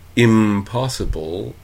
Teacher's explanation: why do an alveolar articulation when you're about to do a bilabial articulation? · Term: anticipatory